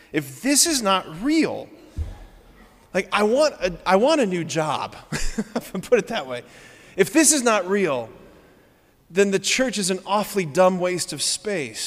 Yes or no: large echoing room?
yes